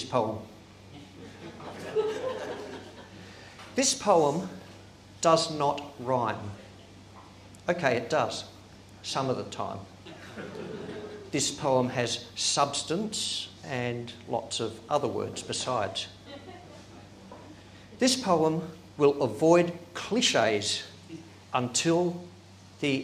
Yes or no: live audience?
yes